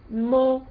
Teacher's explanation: طب لو الفتحة، لو الميم مضمومة مو، يبقى انا ضميت الشفتين برضو ايه، عملت تباعد بين عضوي النطق مع ضم الشفتين، يبقى انا عملت ايه عمليتين، عملت تباعد بين عضوي النطق، واتيت بالايه سواء بالضم او بالفتح او الكسر.